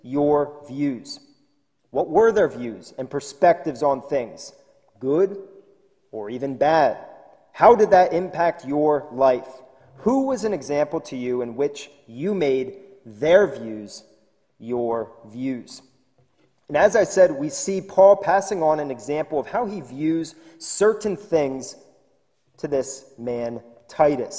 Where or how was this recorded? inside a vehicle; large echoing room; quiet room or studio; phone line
large echoing room